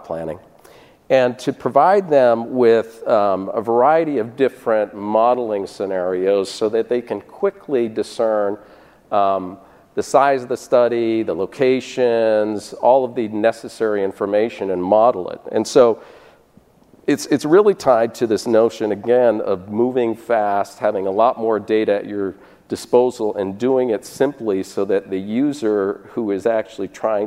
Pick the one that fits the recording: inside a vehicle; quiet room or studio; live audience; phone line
live audience